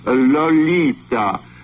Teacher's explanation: the tip of the tongue taking a trip of three steps down the palate to tap at three on the teeth